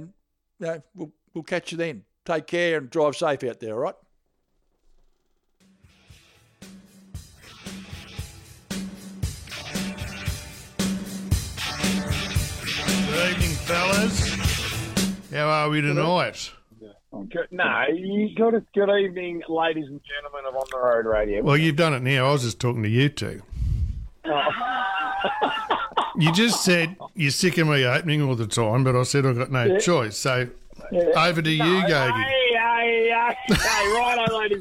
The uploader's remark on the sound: Lots of phone in and text messages on a vexed subject.